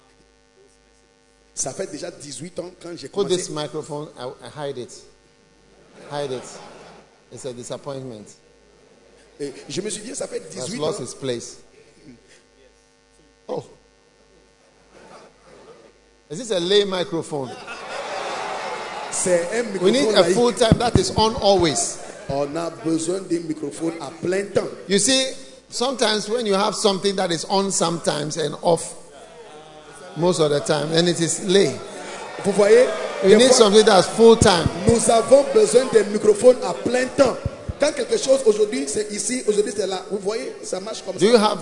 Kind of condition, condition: setting, large echoing room